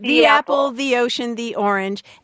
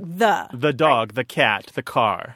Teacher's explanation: if it comes before a consonant, then it's more of a schwa sound · Shown in: second take